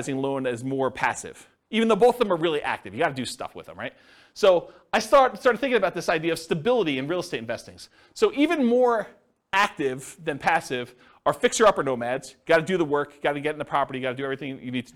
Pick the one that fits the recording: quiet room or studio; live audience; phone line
live audience